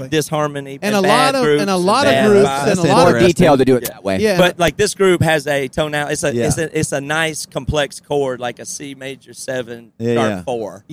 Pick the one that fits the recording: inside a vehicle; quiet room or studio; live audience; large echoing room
inside a vehicle